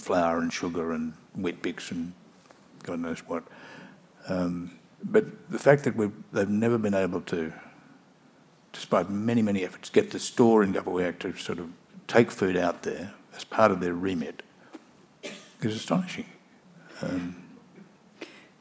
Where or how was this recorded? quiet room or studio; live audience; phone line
live audience